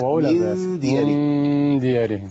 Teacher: واحنا عندنا غنه تتبع ما بعدها، تتبع ما بعدها، تمام، فانزل بالغنه تحت عشان دول حروف مرققه